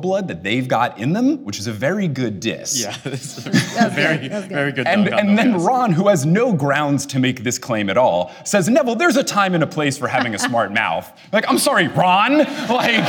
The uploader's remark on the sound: In front of A LIVE AUDIENCE AT LISTEN UP PORTLAND!